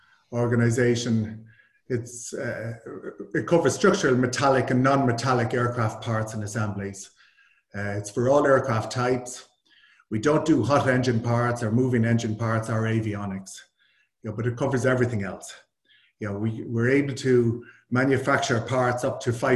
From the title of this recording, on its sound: APTN Zoom Call